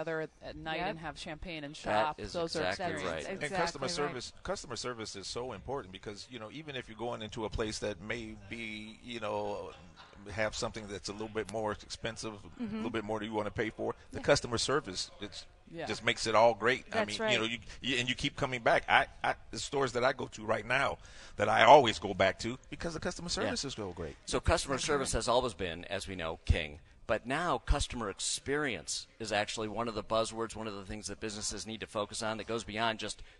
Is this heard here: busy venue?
yes